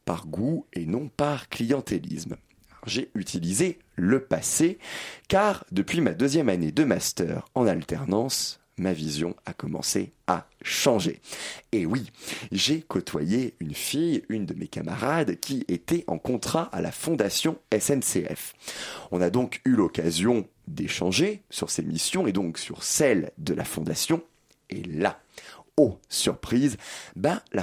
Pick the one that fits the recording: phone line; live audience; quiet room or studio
quiet room or studio